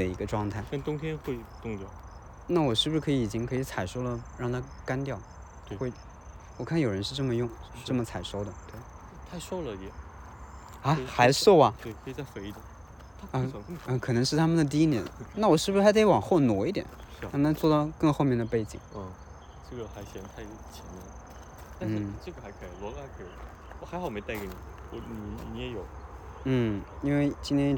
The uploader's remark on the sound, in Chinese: 线下干活和散步时的收音闲聊。又一次在花园里一起散步。